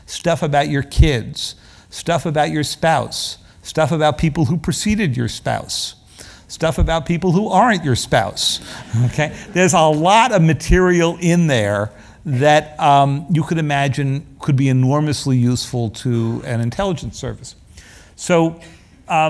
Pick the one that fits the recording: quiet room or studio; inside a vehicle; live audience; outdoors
live audience